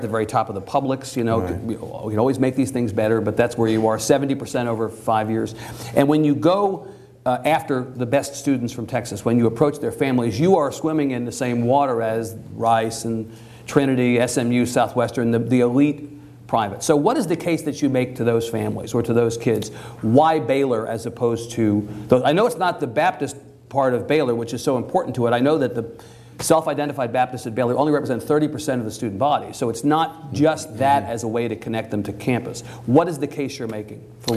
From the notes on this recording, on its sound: This event was recorded before a live audience in Austin. Our TribLive events feature discussions with our honored guests followed by questions from the audience.